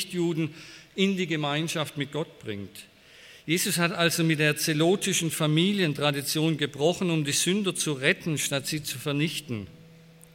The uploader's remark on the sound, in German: bei einer Veranstaltung der Liebenzeller Mission